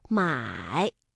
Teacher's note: 三声我们在读音的时候呢是先降下来然后再扬上去